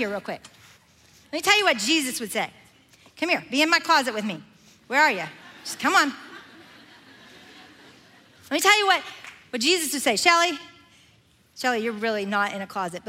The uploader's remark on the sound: Recorded live at The Grove, a gathering for the women of Atlanta, Georgia, now in its ninth year.